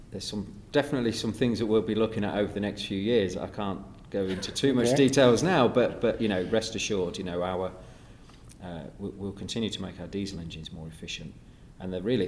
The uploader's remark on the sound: Recorded with JCB at CONEXPO-CON/AGG in Las Vegas.